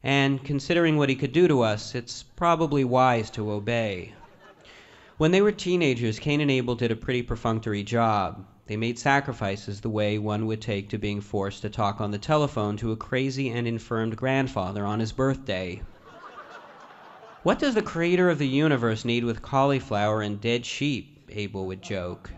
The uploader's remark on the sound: In front of a live audience in Vancouver, during the 2010 Olympic Games.